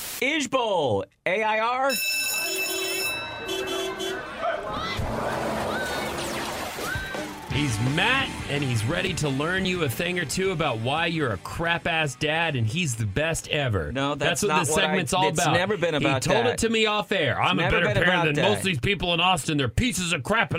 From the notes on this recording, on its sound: listeners call in to share theirs